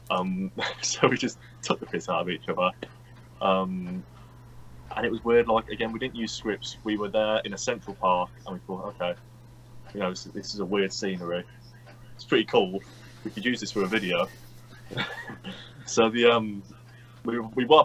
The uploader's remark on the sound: We recorded this episode during the midst of the COVID-19 UK lockdown which meant we were unable to meet in a studio. Please excuse any audio/visual issues we have in this pod.